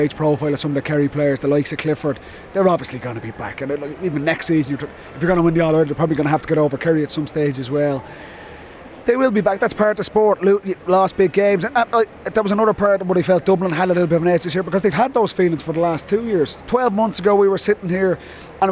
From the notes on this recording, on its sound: Live from Croke Park.